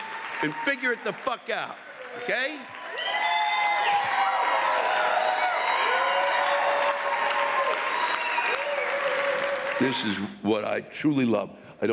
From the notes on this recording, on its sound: This week’s live rants come from the Celebrity Theater in Phoenix, Arizona.